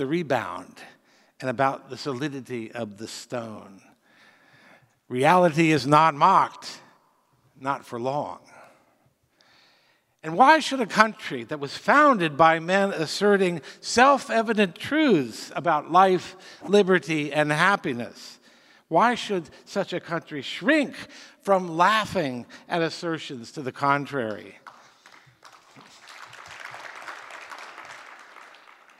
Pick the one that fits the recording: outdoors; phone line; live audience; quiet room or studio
live audience